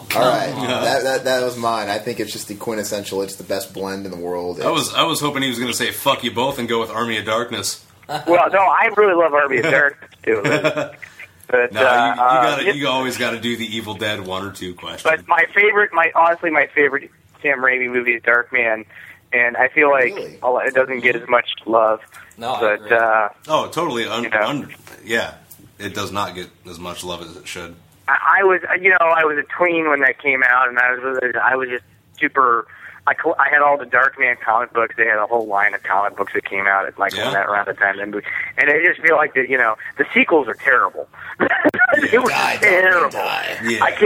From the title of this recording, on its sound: 1 Year Anniversary Call in Show!